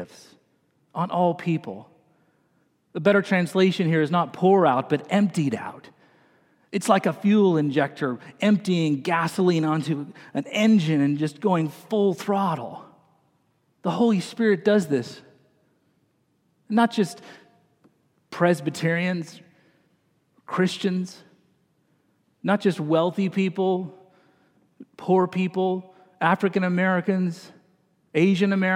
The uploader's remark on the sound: this morning delivered the message during the Traditional Worship service